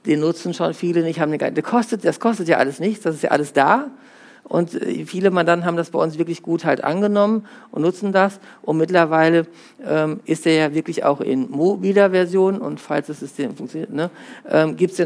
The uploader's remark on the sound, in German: Ein Vortrag von der Steuerfachtagung + Zukunftskongress Celle des StBV Niedersachsen Sachsen-Anhalt